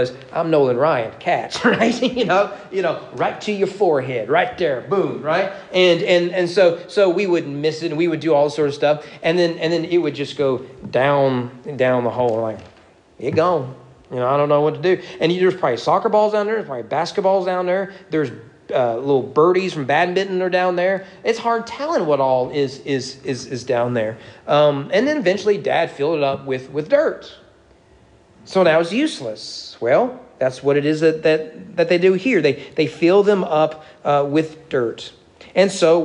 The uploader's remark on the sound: Sermon preached at East Frankfort Baptist Church